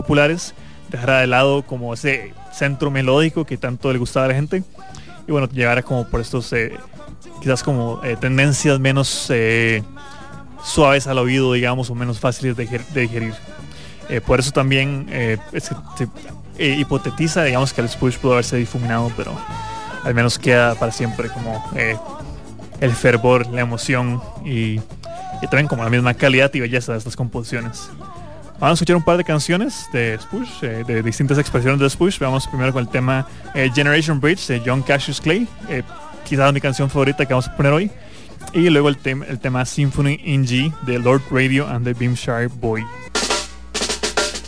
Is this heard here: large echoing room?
no